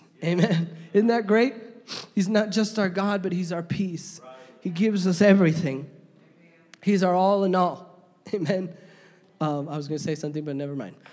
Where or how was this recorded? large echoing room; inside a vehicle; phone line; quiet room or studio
large echoing room